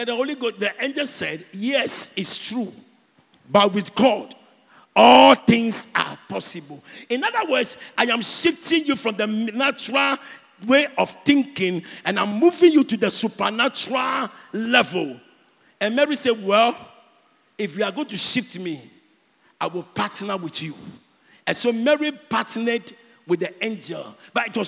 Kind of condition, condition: setting, large echoing room